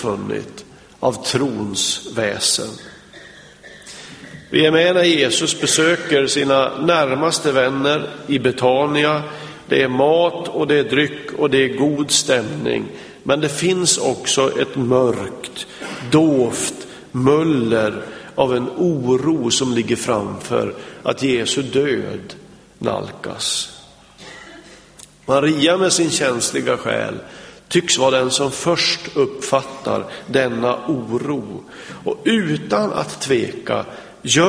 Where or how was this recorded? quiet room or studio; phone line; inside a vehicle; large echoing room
large echoing room